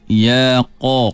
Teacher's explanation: Ambil huruf qaf tu, fathahkan dia. Qaf fathah dia tak bunyi qa, dia bunyi qo. Kerana dia huruf isti'la, huruf yang ketika menuturkannya terangkat pangkal lidah, bukan tengah lidah yang kita fokuskan, bukan hujung lidah yang kita fokuskan, tapi terangkatnya pangkal lidah, lidah yang dalam.